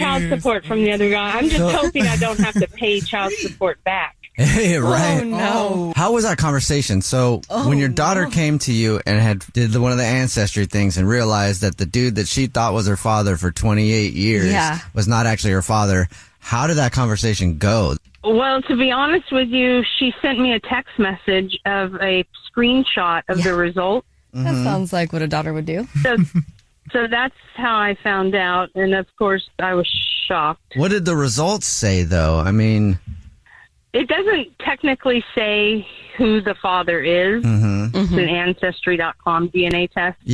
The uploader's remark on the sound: The woman on the phone